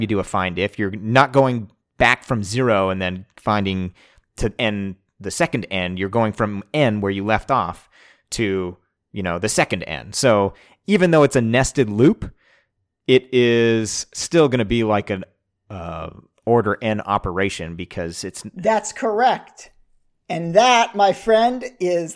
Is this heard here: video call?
no